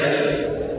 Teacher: الفاء من بطن الشفة السفلى مع أطراف الثنايا العليا